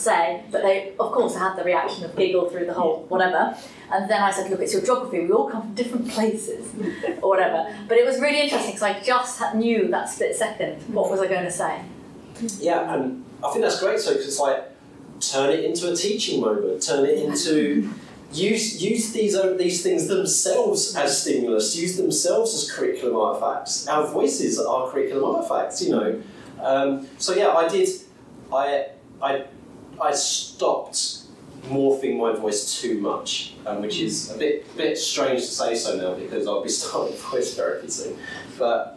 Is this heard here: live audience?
yes